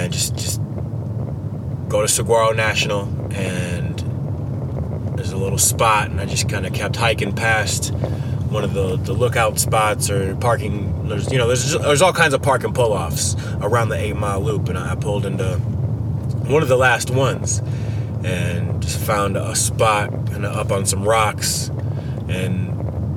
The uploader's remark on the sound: talks while ridin in the car